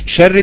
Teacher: الشين حرف انتشار، الراء حرف تكرار، الدال حرف قلقلة وقوة، وحرف اضطراب، يعني تمسك الواحد تهزه هزا حتى ينخلع قلبه بالقلقلة.